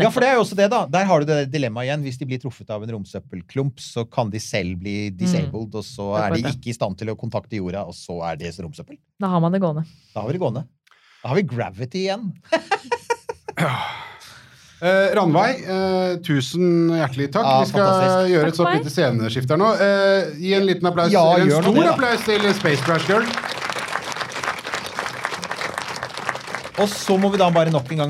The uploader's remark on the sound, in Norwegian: Vårt andre liveopptak i podkastens historie fant sted på Vitensenteret i Trondheim, der vi med fullt publikum i planetariet